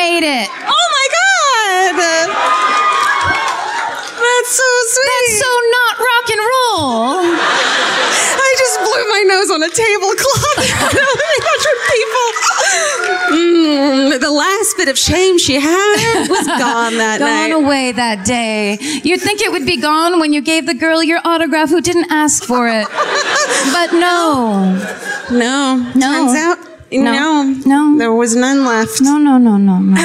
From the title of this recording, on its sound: Live at Revolution Hall in Portland (2017)